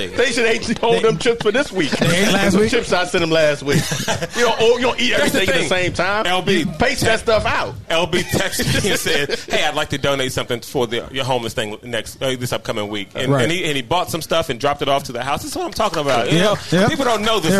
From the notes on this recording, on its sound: Live at the Greene Turtle. The Golf DMV Community gathered at the Greene Turtle in Burtonsville, MD for a live recording.